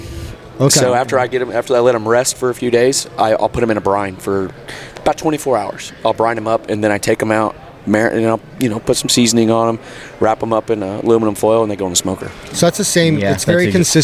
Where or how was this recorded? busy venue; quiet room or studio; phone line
busy venue